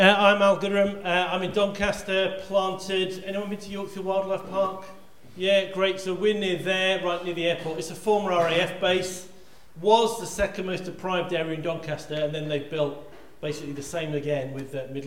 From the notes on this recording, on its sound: This weeks podcast was recorded at the 2022 Medhurst Ministries Weekender and features a Q&A Session.